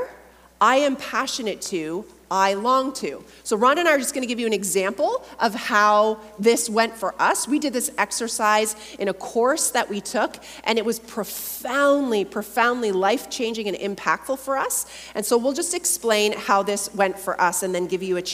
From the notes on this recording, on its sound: a Mini-Workshop from Heart Conference 2023